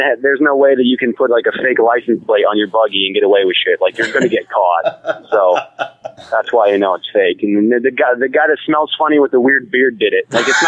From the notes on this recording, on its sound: on the phone